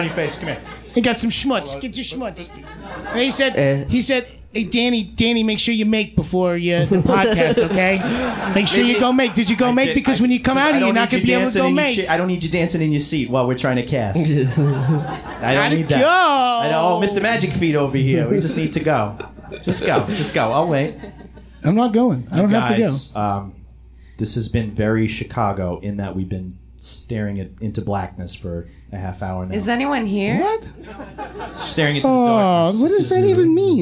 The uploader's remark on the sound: Mini-tour in Chicago. The lovely Lincoln Hall in Chicago is the setting for this LIVE episode.